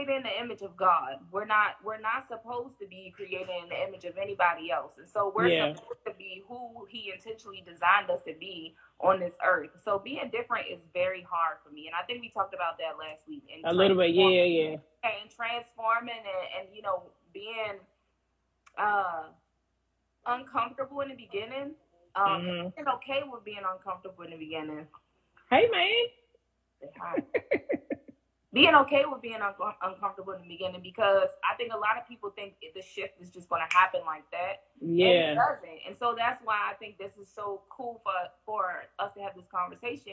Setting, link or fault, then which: link, video call